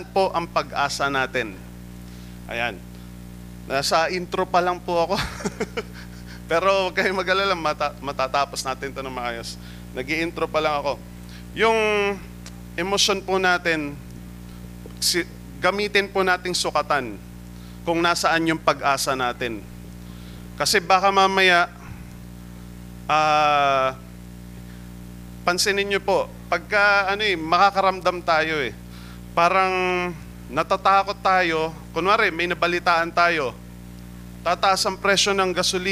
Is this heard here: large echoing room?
yes